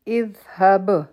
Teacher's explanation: په ذال باندې به مونږ لږ ټایم ورکوو دې ته رخا ووایي او زموږ ژبه به د بر غاښونو د لاندې نه راځي. او بیا دې هب په باب قلقله کو.